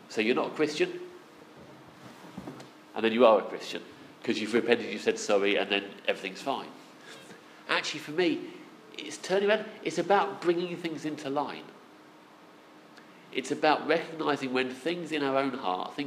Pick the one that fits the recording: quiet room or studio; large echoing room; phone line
large echoing room